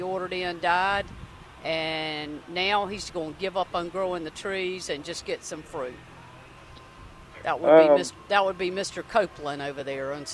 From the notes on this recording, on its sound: broadcasting live from the NC Pet Expo